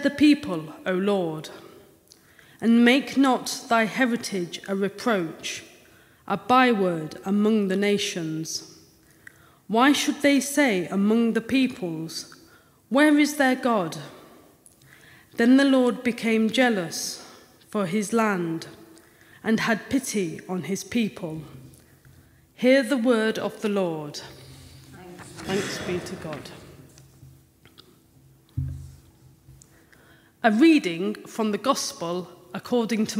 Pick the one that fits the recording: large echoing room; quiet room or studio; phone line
large echoing room